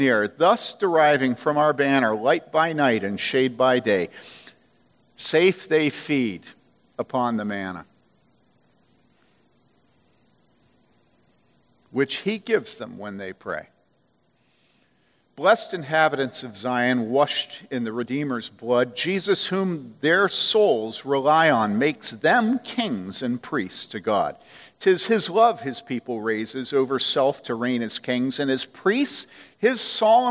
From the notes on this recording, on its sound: From the Summer 2015 Clearnote Conference.